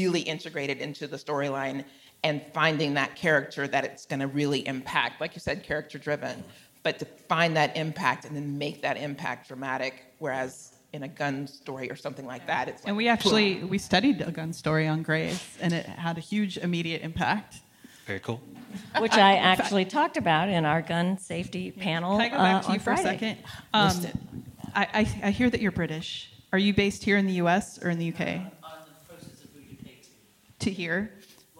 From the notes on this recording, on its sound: This conversation is presented by Hollywood, Health & Society , and was recorded at ATX TV Festival Season 12 (June 1-4, 2023) in Austin, TX.